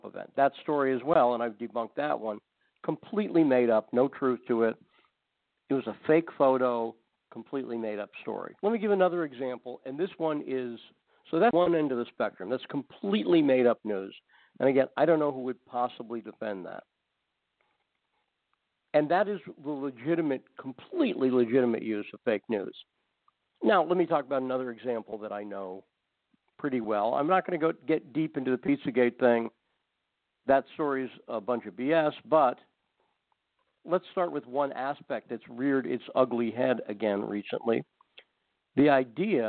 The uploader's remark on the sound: takes your phone calls